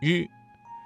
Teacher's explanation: 发音要点是舌尖卷起接近硬腭前部，但不完全阻塞气流，形成一种轻微的颤音 · Term: 翘舌音